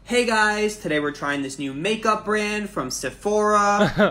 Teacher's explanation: you'll notice the uptalk always starts with a rising tone on the final stress syllable